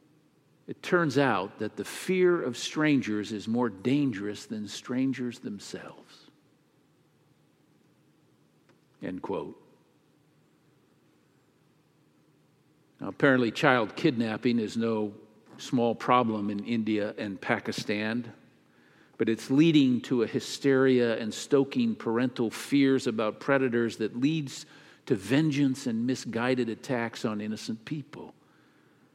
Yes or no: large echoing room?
yes